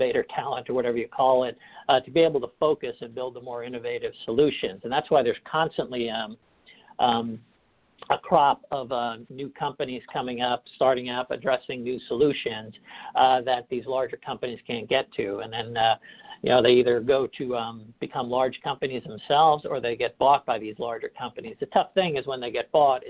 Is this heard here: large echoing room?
no